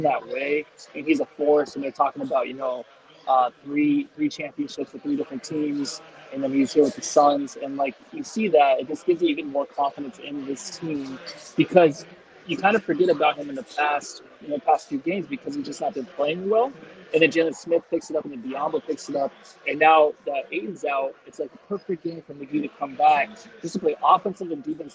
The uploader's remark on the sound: The guys are coming to you live from Cold Beers and Cheeseburgers prior to the Dallas Cowboys game.